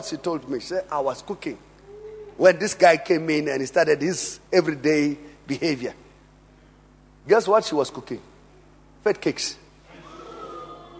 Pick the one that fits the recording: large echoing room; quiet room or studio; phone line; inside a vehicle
large echoing room